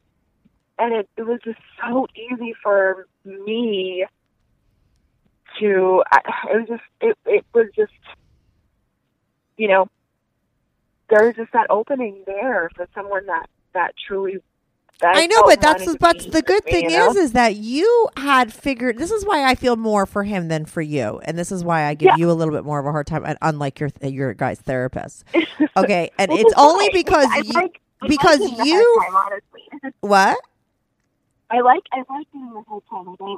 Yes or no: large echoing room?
no